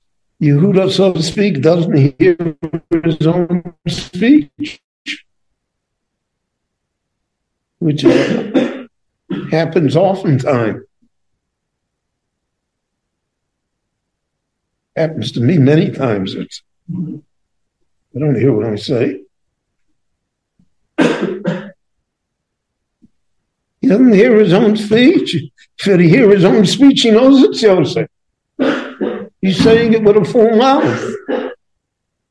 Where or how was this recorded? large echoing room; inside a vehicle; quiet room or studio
large echoing room